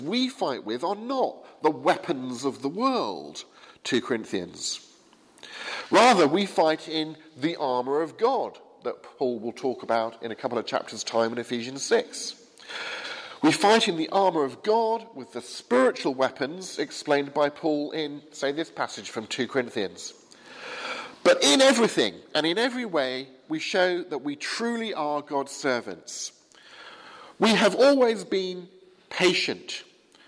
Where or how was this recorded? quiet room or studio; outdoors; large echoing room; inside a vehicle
large echoing room